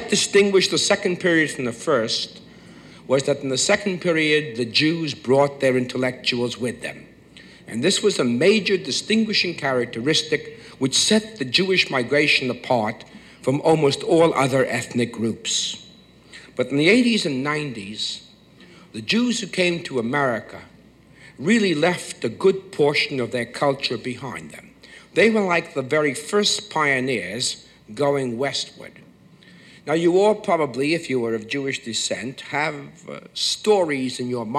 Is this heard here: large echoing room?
yes